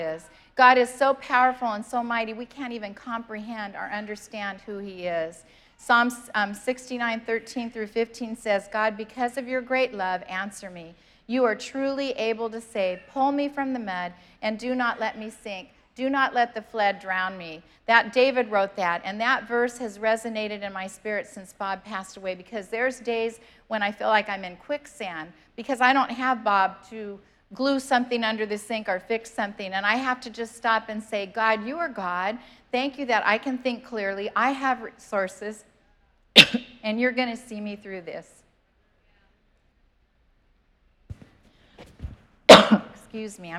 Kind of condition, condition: setting, large echoing room